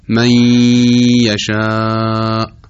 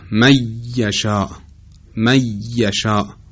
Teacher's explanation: هم صدا از حفره بینی خارج میشه و هم باید مقدار روش مکس کنیم · Shown in: first take